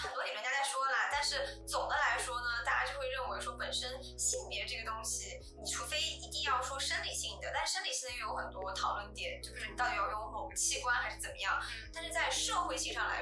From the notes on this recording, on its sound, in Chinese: 这是我录制的第二期播客，在技术上我遇到了一些难题。虽然剪辑了三遍，但是声音效果还是有很大的提高空间。